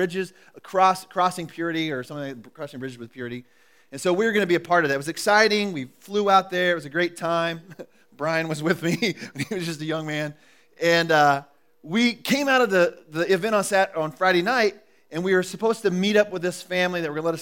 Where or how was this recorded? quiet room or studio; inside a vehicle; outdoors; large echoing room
large echoing room